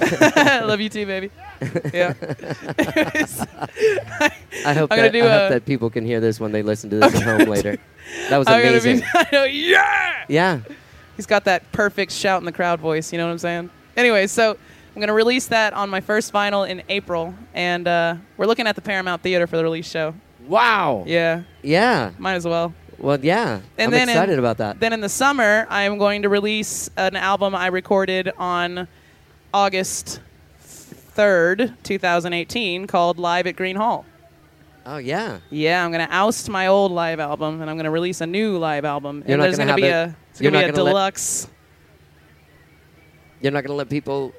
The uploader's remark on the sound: These conversations were recorded live on stage. Live From Austin City Limits Music Festival! This year I was invited by Austin Music Foundation and ACL Cares to do a couple of live podcasts at Austin City Limits Music Festival.